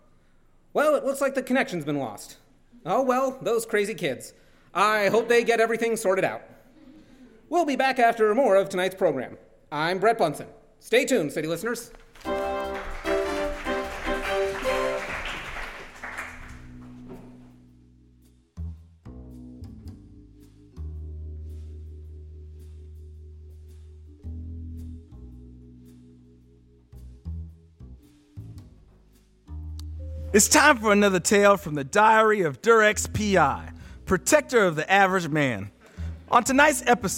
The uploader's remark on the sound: Performed live at The Highland Inn Ballroom in Atlanta Georgia on October 5th and 6th, 2015.